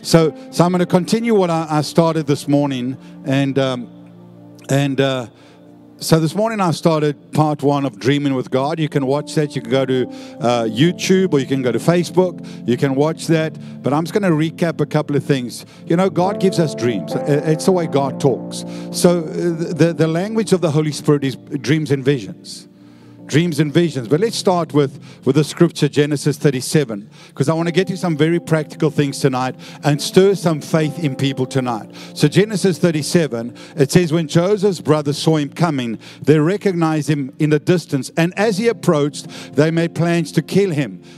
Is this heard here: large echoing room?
yes